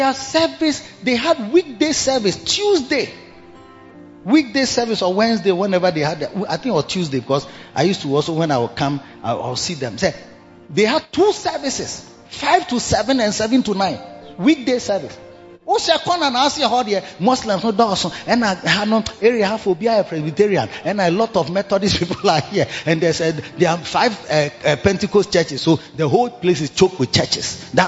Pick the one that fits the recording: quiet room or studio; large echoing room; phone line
large echoing room